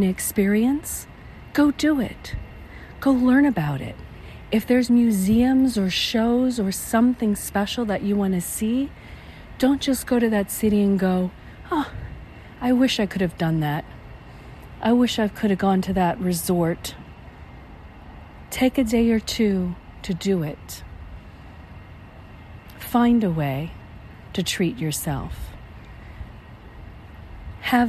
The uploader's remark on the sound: On the walking paths at the Spring Preserve in Las Vegas, Nevada, USA. This is a special on location Walk and Talk of our Mindfulness Summer Tour 2022.